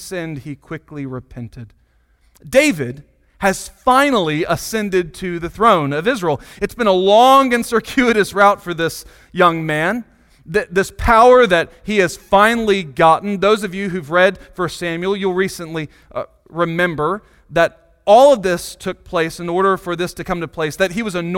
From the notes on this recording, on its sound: Sunday Morning Sermon Audio.